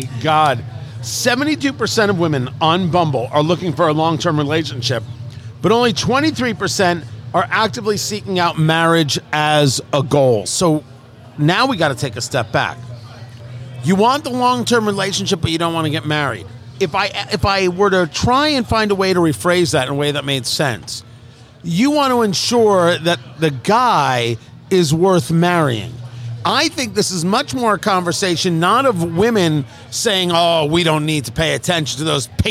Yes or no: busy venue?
yes